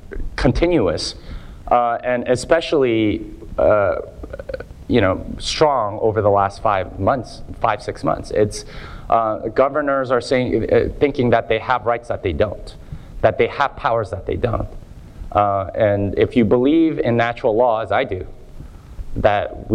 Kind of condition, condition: setting, live audience